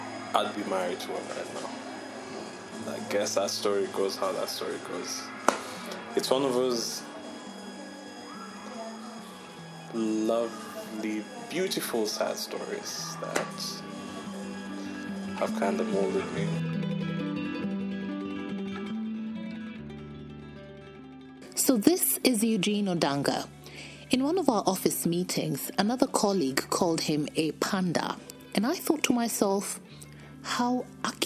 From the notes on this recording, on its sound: A colleague tells me about his quest for love...and other stories over lunch. The audio quality isn't as great seeing that I just removed my phone and pressed record before the story could escape me.